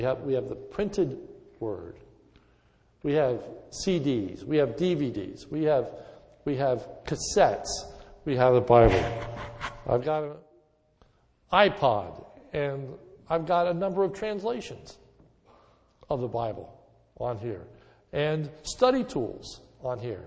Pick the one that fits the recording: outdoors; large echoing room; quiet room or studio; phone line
large echoing room